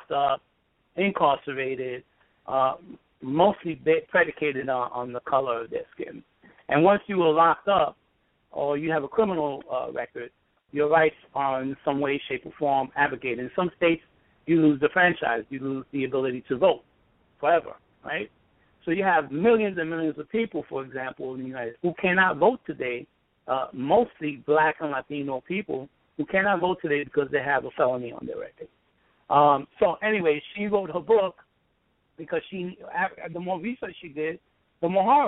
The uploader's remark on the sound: in a phone interview